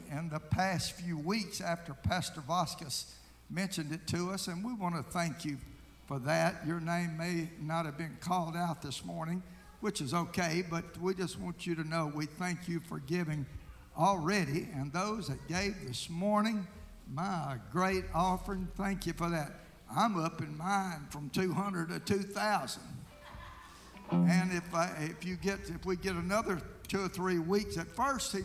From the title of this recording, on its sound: Sunday Night Worship Service